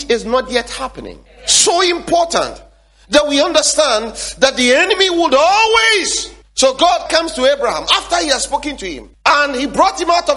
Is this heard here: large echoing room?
yes